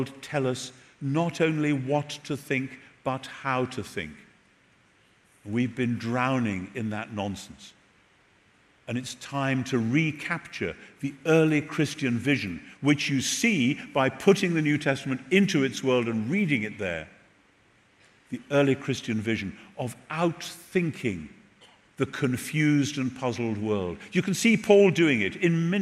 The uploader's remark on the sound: Recorded at The Rock Church, San Diego